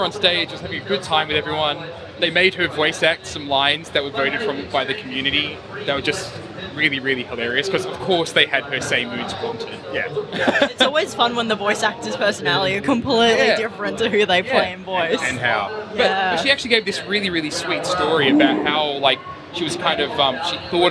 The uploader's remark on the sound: live from the floor of PAX Australia 2019